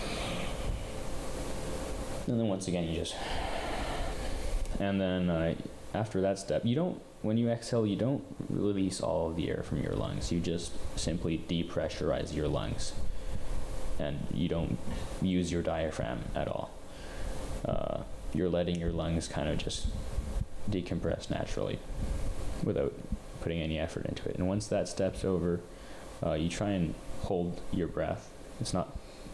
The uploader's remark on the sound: the audio for this episode is heavily edited as it did not capture properly so it sounds pretttty bad.